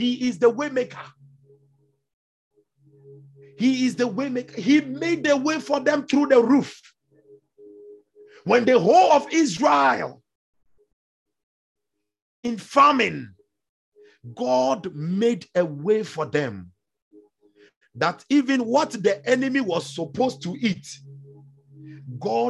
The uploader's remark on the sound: Refill (Zoom meeting).